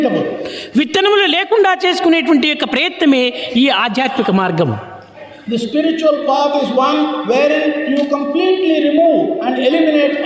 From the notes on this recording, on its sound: during inauguration of the Sevadal conference